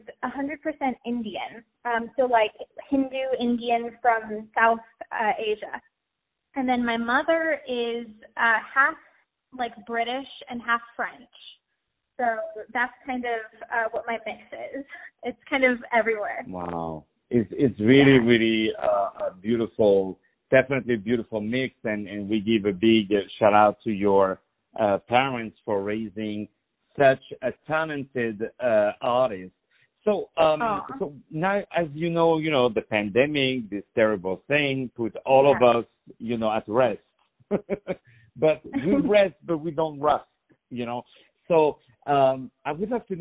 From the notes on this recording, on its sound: On the phone